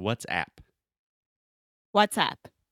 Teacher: a lot of students want to say what's ip, like eh, like bed, red, but it's more open · Term: very open A sound